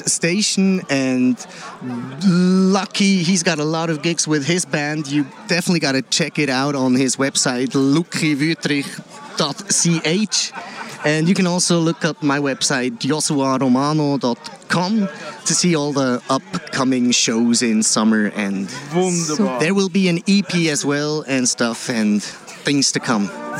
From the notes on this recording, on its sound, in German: Ob in der Stadt Aarau mit „Vereinspaziert“ oder an der GV des Trägerschaftsvereins von Kanal K. Ausschnitte aus diesen Veranstaltungen.